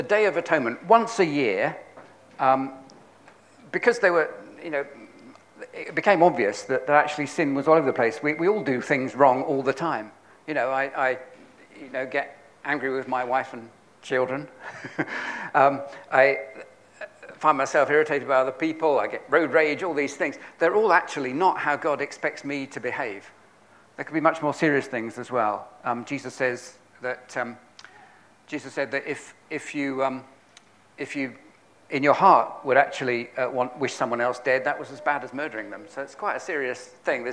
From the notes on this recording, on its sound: on 30th October 2022 at King's Church, Cockermouth, as an audio file